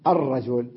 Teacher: اللام لم ألفظها بينما لفظت الهمزة · Term: همزة الوصل